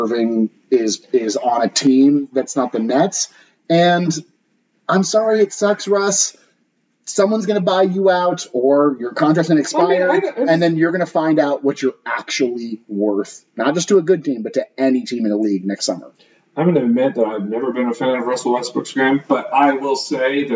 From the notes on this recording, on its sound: Apologies that the audio quality wasn't up to our usual standards due to some technical difficulties (user errors)